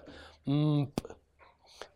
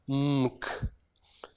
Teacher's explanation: M and p are both bilabial sounds. They're made with the two lips coming together. · Shown in: first take